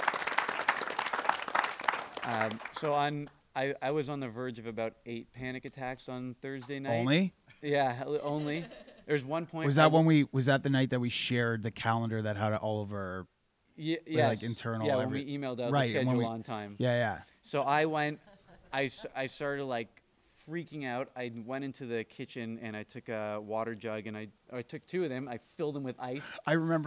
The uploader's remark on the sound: We feature a recording of our Fireside "State of the Union" we recorded on Sunday, September 9th during the last moments of Fireside 2018. We were functioning on no sleep which made for a fun chat.